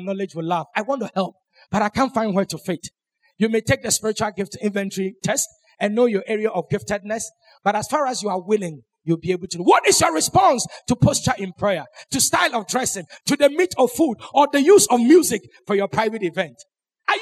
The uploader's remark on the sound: Sermon preached at CBC Adabraka Campus